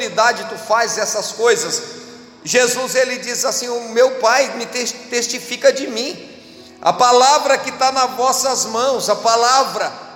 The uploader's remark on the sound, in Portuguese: Você está assistindo culto ao vivo da IEQ Mina do Mato , direto de Criciúma-SC.